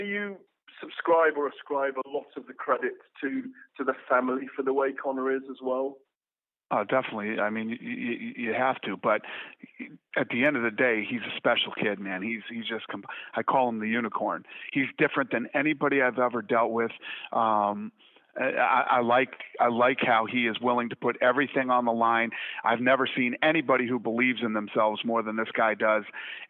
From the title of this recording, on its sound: conference call